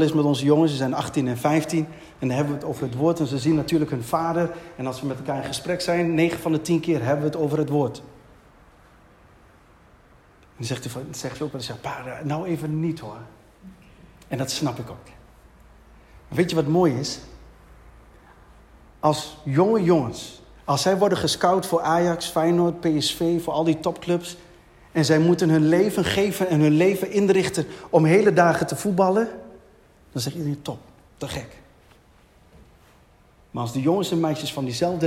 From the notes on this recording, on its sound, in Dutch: Deze preek is opgenomen tijdens de eredienst van Christus Centraal Zwolle te Zwolle.